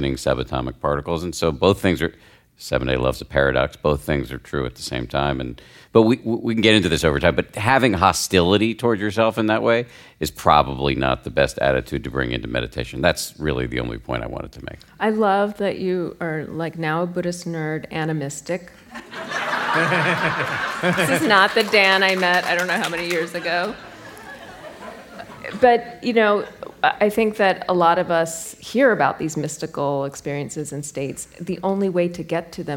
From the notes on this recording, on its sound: It’s the latest installment of our Meditation Party series. Live from Omega.